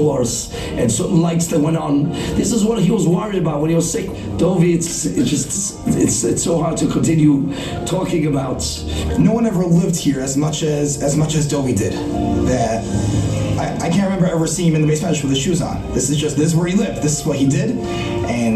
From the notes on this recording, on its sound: Recorded in the Yeshiva Ketana Ohr Reuven dining room.